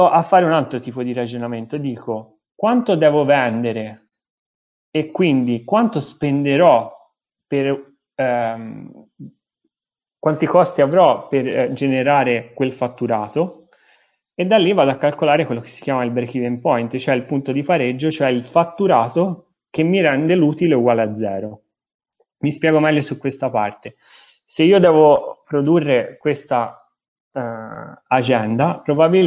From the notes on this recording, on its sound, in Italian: Audio pillole webinar.